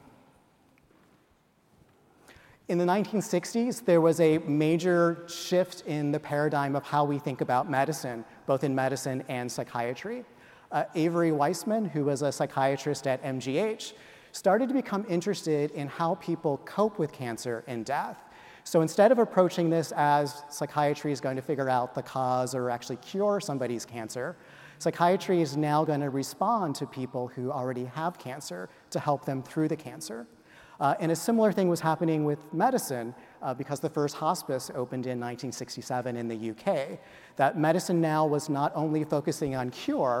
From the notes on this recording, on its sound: speak to an audience of reunioning alumni